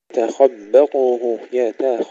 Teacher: الخاء مفخمة والتاء قبلها مرققة